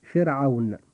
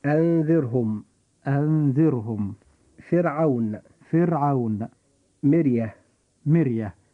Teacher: فيجب أن نرقق الراء عند نطقنا لكلمة فرعون · Term: الترقيق في حرف الراء